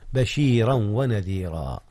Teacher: أدغم تنوين بشيرا في الواو التي هي حرف العطف · Term: الإدغام